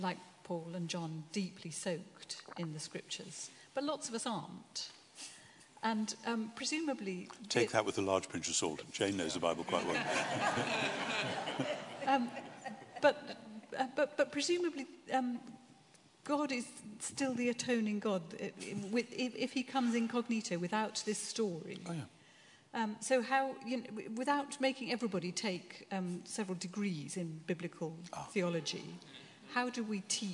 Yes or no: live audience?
yes